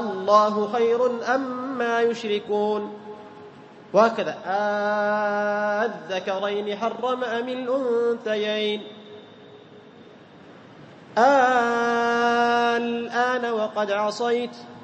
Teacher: لأننا نفرق بين الاستفهام والخبر، فتثبت همزة الوصل وتصير حرف مد، فيمد بمقدار 6 حركات · Term: الإبدال مع المد